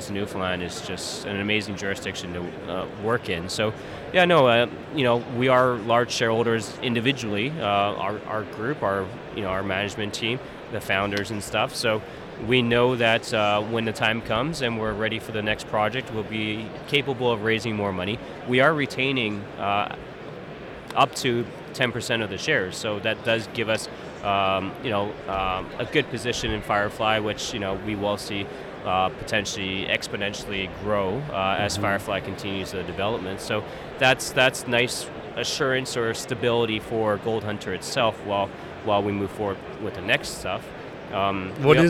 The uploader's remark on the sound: joins the podcast from the Roundup Conference in Vancouver